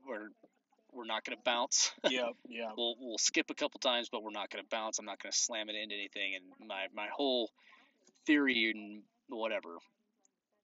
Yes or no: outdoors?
yes